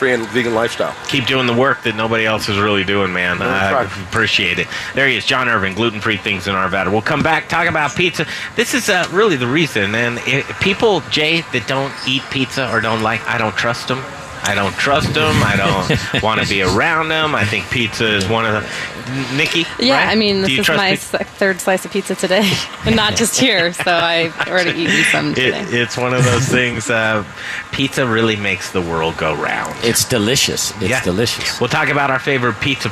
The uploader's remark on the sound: Live from the Crafty Fox Tap House and Pizzeria. We thought it would be fun to celebrate with a remote broadcast!